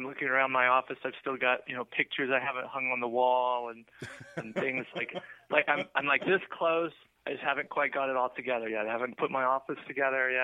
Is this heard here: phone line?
yes